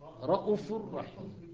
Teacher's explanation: يقرأ شعبة كلمة رأف أينما وردت بضمة غير مشبعة، مكررة أينما وردت في القرآن الكريم على وزن فعل كما تقرأ كبر، يعني بضمة وليست بواو.